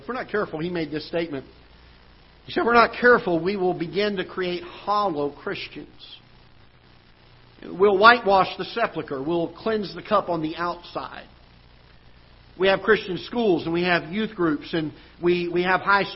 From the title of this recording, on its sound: Ketha Heights Baptist Church ~ Live Broadcast